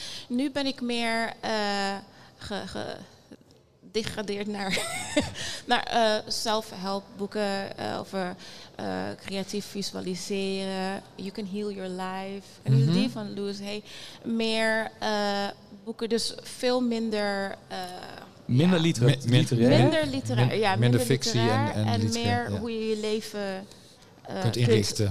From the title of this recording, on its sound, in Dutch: Live in de LocHal